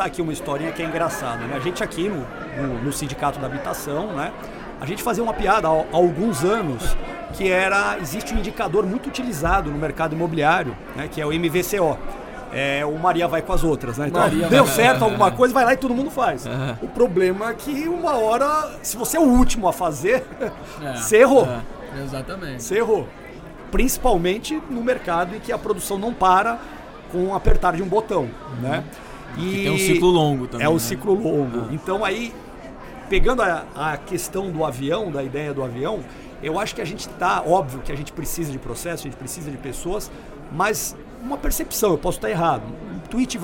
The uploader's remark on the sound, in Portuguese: Esta semana, liberaremos episódios especiais do Proptalks+Secovi, gravados durante o evento Rede Show organizado pelo Secovi.